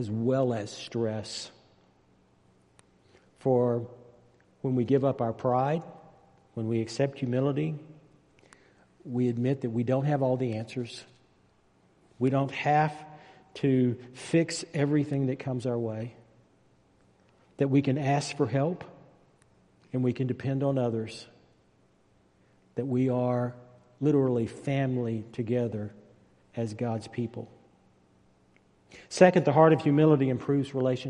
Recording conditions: large echoing room